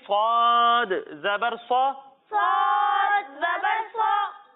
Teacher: جب ہم صاد کی ادائیگی کریں گے تو اس میں بھی سیٹی کی آواز تو آئے گی لیکن اسے ہم موٹا کر کے پڑھیں گے، کیونکہ آپ کو پچھلے پروگرامز میں بتایا تھا کہ صاد حروف مستعلیہ میں سے ہے، اس لیے اسے ہم موٹا کر کے پڑھیں گے، ٹھیک ہے؟